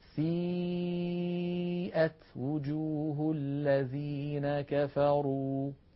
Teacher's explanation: الياء المادية فأيضا تخرج من الجوف